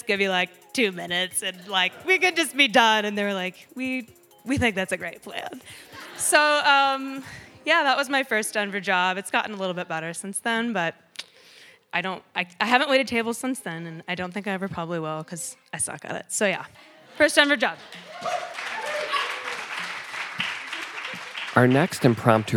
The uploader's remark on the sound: You never know what you'll get when audience members step up to the stage. At the "First Denver Anything" Raconteur event.